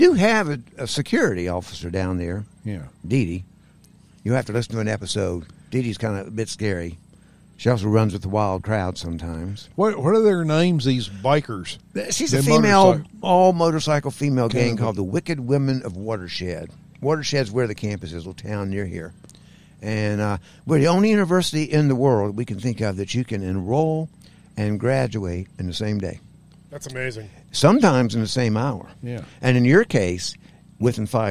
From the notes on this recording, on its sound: We were invited to show up at the Forest Festival at DuPont State Recreational Forest near Brevard, North Carolina a few weeks ago to record a series of podcasts.